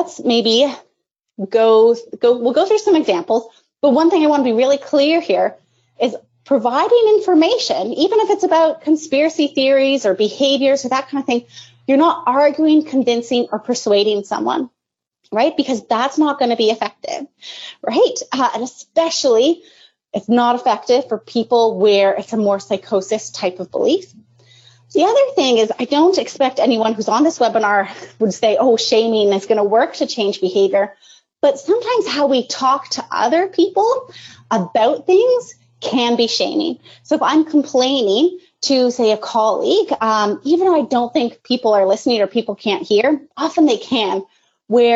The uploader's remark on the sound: This is an audio only version of an HSABC webinar originally broadcast on May 20, 2020.